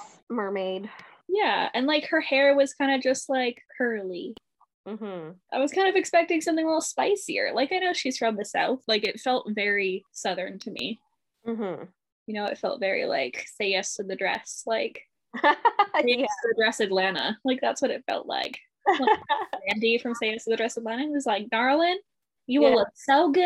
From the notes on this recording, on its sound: We did record this episode over zoom so there were a few technical issues with audio because of spotty WIFI.